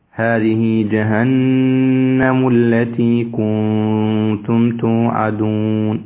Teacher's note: جهنم نون مشددة فيها غنة